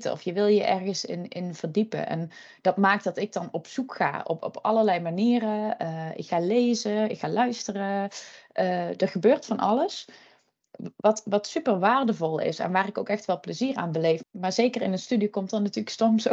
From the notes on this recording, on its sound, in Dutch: Via beeldbellen